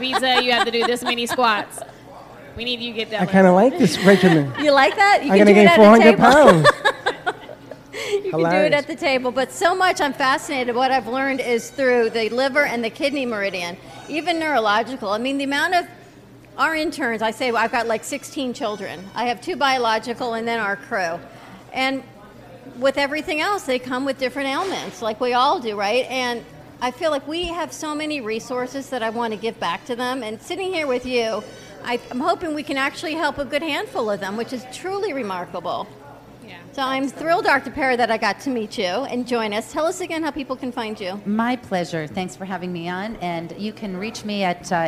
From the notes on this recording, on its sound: Join us for some Pizza Fun from the Pizza District in Boca Raton Florida. We had a huge crowd and made many new friends.